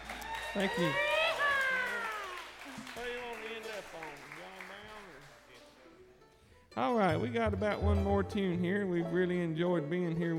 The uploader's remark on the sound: live on the Virginia Folklife Program stage at Bristol Rhythm and Roots Reunion in 2010